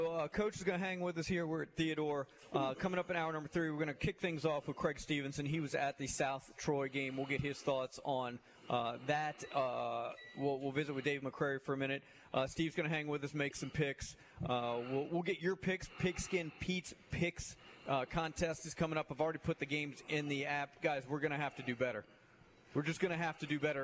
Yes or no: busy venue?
yes